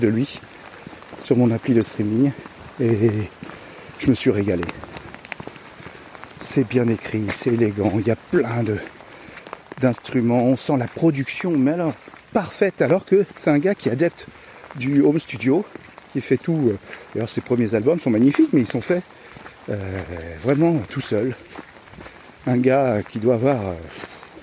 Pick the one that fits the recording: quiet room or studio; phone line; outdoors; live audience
outdoors